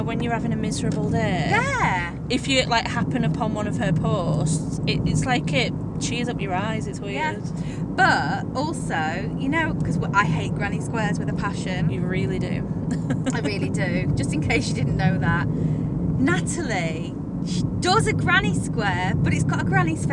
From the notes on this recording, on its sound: recorded during out road trip